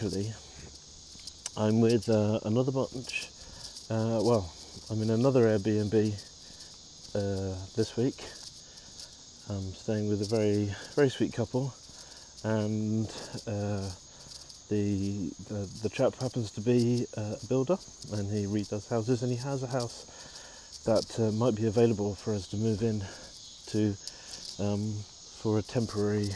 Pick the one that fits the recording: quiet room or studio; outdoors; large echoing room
outdoors